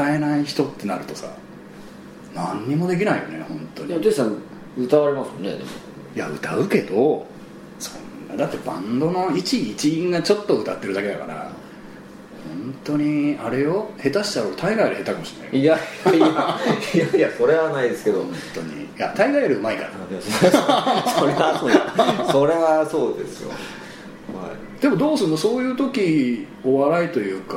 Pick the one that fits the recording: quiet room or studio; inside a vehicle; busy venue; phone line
busy venue